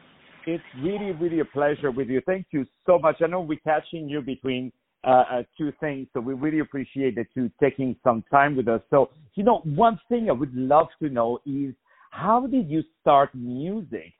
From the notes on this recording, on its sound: On the phone